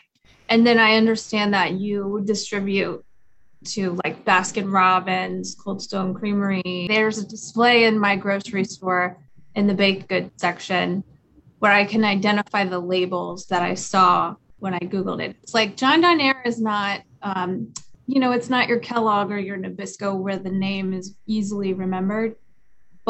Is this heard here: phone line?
no